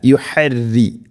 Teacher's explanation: റോഇനെ തർഖീഖ് ചെയ്യണം, നേർപ്പിക്കണം.